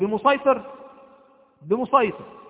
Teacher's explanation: بمسيطر من طريق القصر تنطق سينا